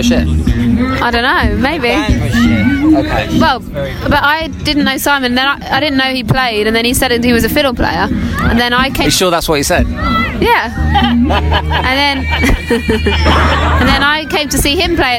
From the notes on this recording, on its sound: It's time for a hoe down at The Big Meat festival in the Surrey countryside!